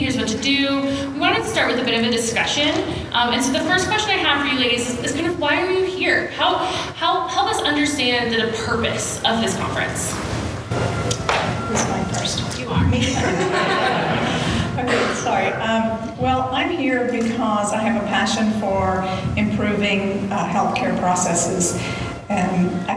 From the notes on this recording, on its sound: At the Crowne Plaza Atlanta Perimeter at Ravinia. This episode features a recording of an on-stage Q&A.